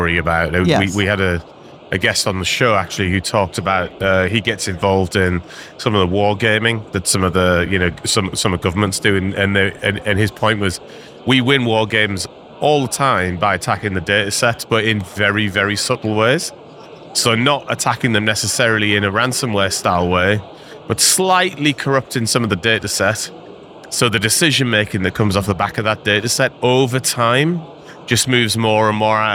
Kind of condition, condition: setting, busy venue